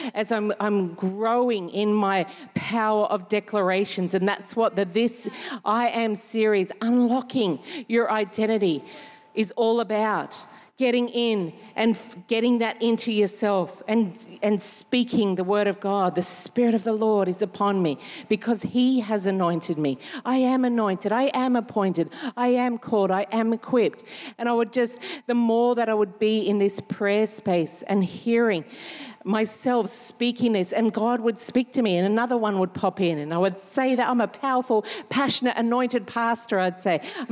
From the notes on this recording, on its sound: Recorded during our 5pm service